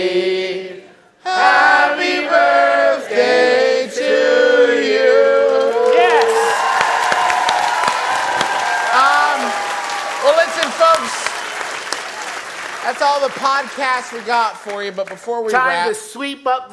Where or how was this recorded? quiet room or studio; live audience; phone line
live audience